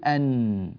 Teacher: في النون أنا أغلقت لساني تماما انعدم الخروج، وفي الميم أنا أغلقت فمي تماما فانعدم الخروج. فأقول أن وأقول أم، أن أم، ما الذي حدث؟ · Term: الغنة